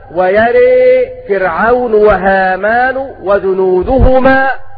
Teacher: ويرى بالبناء للفاعل ولكن مع الإمالة